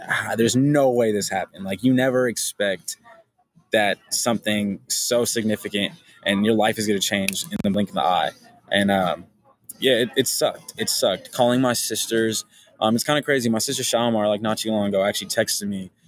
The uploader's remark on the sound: Recording partially done at a restaurant, apologies for added background noise.